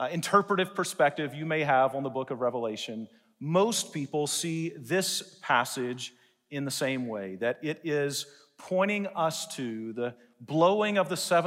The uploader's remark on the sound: delivered a message in #SWBTSChapel